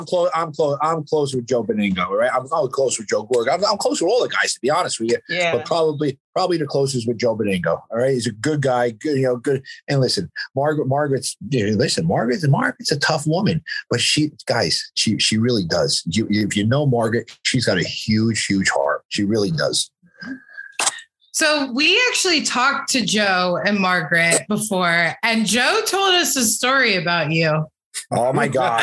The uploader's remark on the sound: Joined us in the BMB Zoom Room!